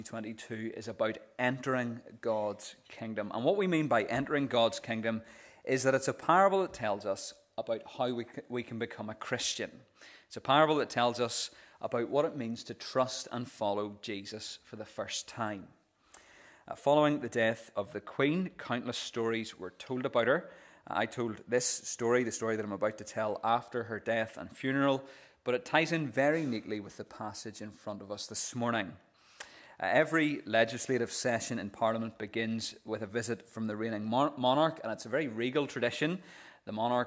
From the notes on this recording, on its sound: This is the recording of the Bible reading and sermon from our morning service on Sunday 25th June 2023.